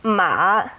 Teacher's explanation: Ma, with a low dip, is horse.